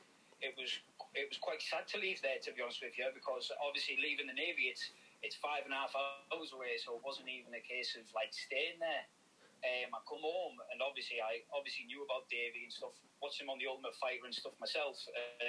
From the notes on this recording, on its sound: via phone call